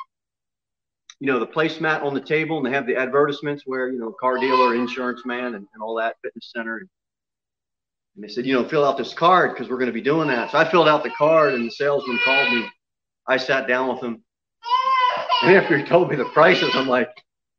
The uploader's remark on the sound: Sermon delivered at Pilgrim Baptist Church on Sunday, April 4, 2021, at 11:15 am.